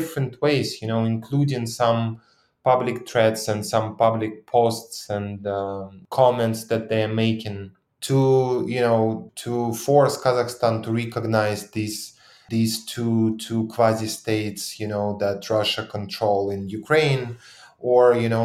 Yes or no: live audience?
no